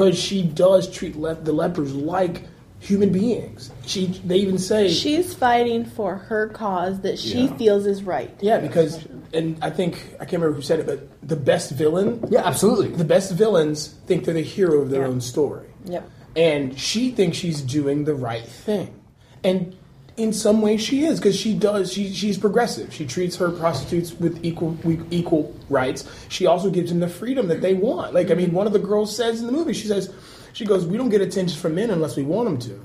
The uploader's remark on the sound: This was recorded at Balticon 51